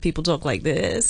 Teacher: we're going to talk about this modern phenomena called vocal fry. Where people talk like this.